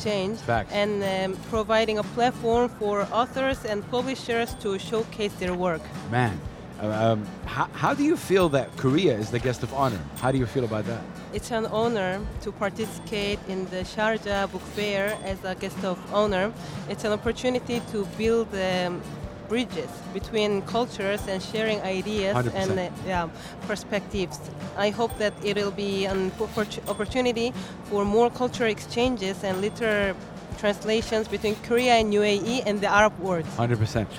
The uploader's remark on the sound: Live from SIBF 2023